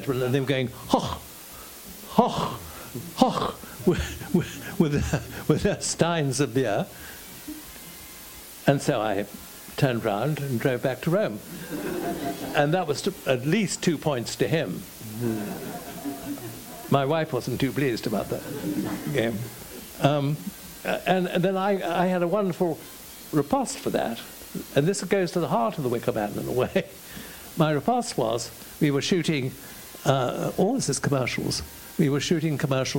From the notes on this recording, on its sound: The Q & A that was recorded from this evening. (Walthamstow International Film Festival).